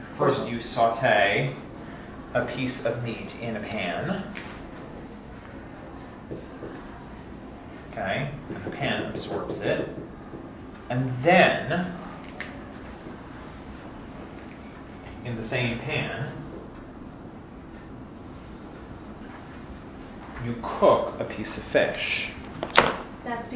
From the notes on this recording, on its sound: This is a recording of the fifth session of a five session class. As part of Drisha's July Week of Summer Learning.